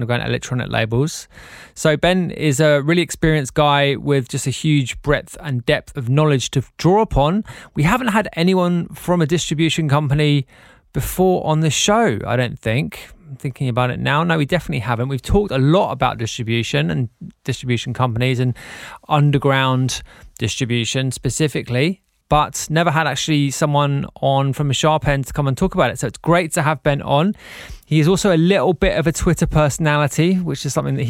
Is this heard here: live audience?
no